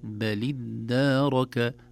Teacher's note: والدال مشددة ممدودة بالألف القصيرة التي بعدها